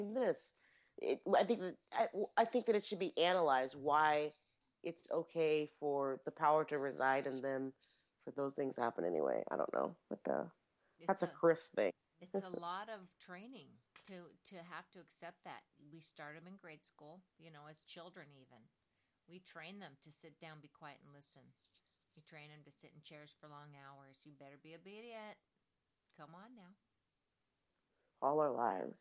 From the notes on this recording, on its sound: Sorry about the audio, we are such nubes at tech.